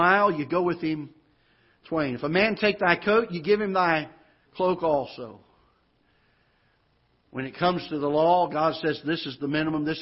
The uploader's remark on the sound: Ketha Heights Baptist Church ~ Live Broadcast